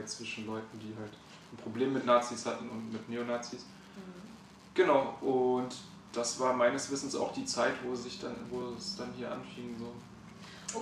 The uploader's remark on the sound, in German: Wir entschuldigen uns für die etwas schlechte Tonqualität